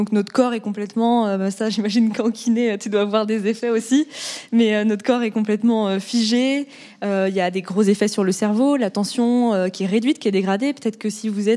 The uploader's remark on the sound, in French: Enregistré en live lors du Facettes Festival.